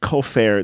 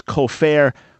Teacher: There is one Hebrew word kofer with the accent on the first syllable · Shown in: first take